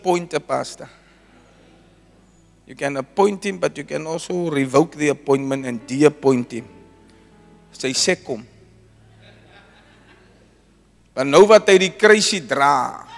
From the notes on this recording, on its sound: Preached at Zion Sanctuary, Ordination Service on the 10 September 2023